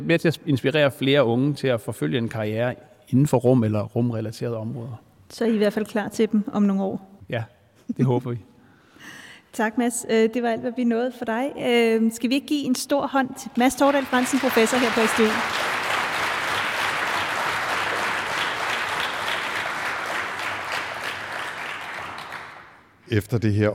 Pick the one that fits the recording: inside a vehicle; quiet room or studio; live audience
live audience